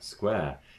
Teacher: square is becoming so open as to be almost trap